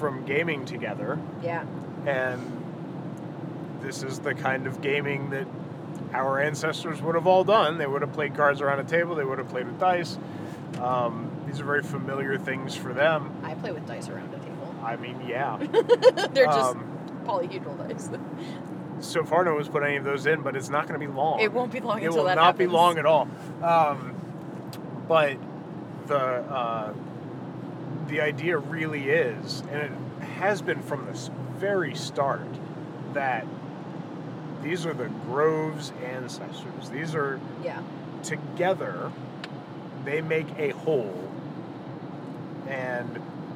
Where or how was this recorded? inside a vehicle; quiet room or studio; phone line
inside a vehicle